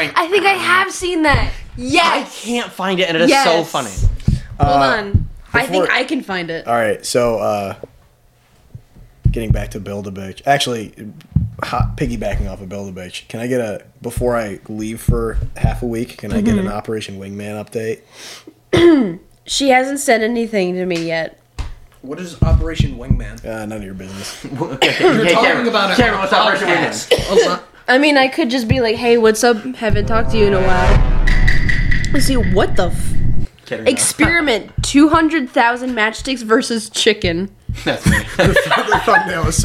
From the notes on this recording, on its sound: This one is bad bc we had 2 mics and 4 people and then halfway through i had to do the show by myself.